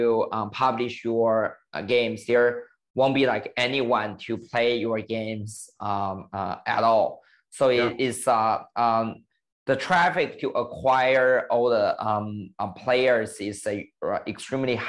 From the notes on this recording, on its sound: Meet over zoom.